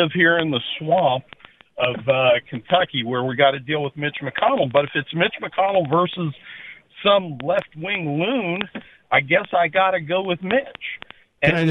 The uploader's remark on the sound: go to the phones to get listeners' opinions